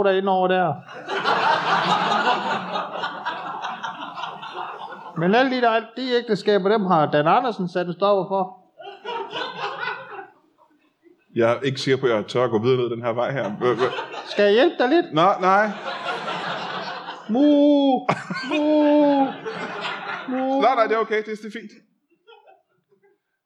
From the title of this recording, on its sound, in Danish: LIVE fra Skråen